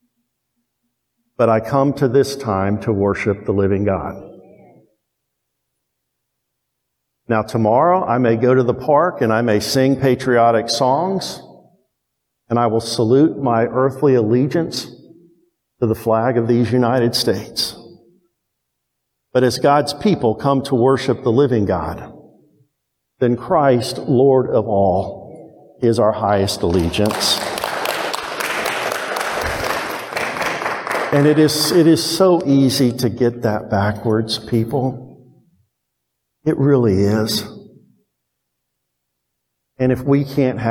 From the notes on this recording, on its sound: Preached to Towne View Baptist Church in Kennesaw, Ga on 7/3/22. First preached to Towne View Baptist Church in Kennesaw, Ga.